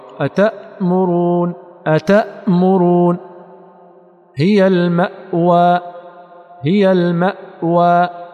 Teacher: كل زمن الساكن شغل بالوترين مقفلين، بأقصى الحلق مقفلا مع وجود ضغط الهواء · Term: الهمز الساكن